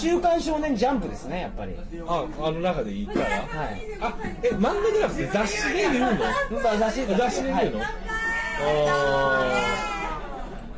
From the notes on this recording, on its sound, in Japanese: やかましい居酒屋で録りました。声張ってます。